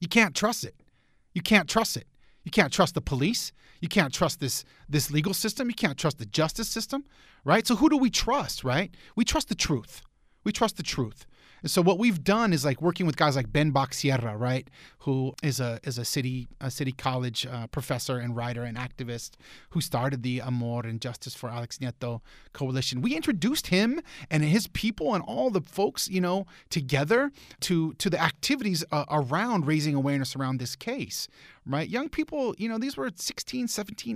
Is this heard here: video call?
no